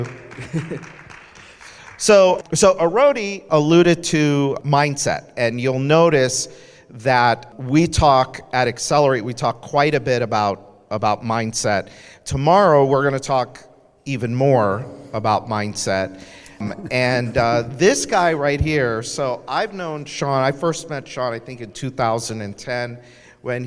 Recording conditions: busy venue